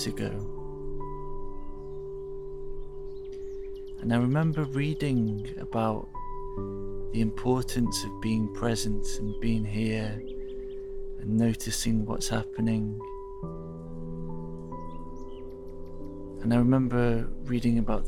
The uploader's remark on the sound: Recorded in the heart of the forest, so you will hear birds and the river. Blended with crystal sound healing.